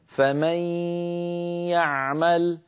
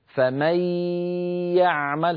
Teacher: هكذا فمي يعمل، فمي، هذه الياء الأولى، يعمل هذه الياء الثانية، الغنة مصاحبة للياء الأولى ولا يطغى صوت أحدهما على الآخر · Shown in: first take